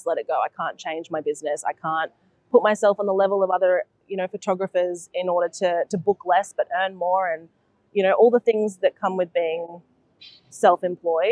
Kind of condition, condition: setting, busy venue